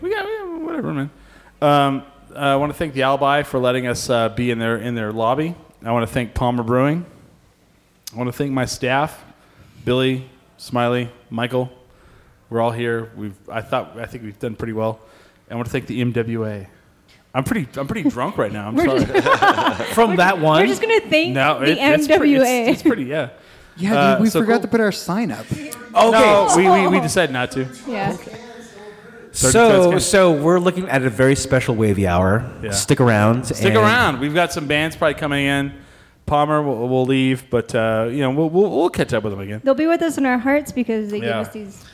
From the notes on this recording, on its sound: We are live from the Alibi lobby.